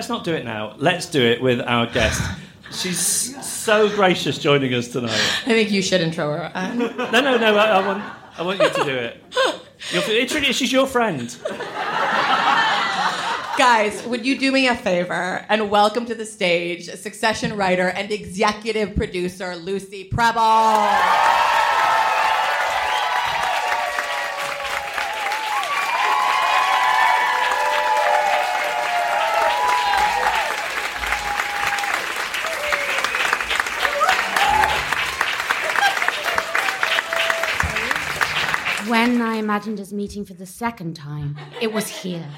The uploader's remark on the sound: LIVE AT THE SOHO THEATRE. Highlights from our live show in London.